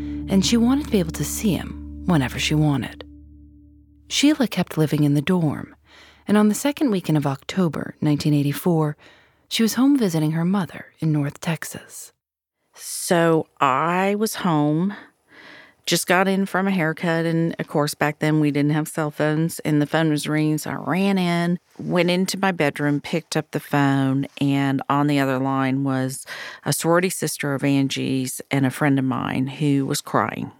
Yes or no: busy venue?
no